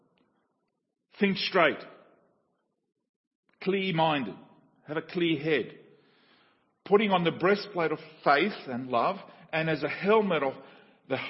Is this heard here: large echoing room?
yes